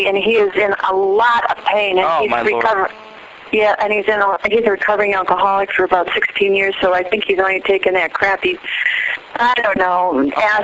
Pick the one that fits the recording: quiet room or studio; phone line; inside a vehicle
phone line